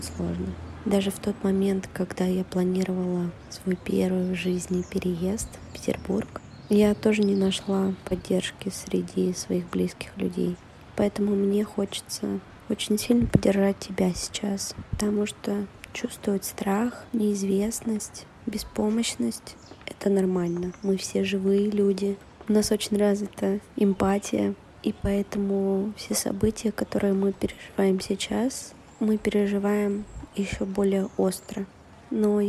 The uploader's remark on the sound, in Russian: Это сообщение для тебя я записала, прогуливаясь по теплому Тбилиси. Голосовое сообщение.